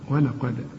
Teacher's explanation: القاف هي المفخمة الدال هنا لازم تقلقلها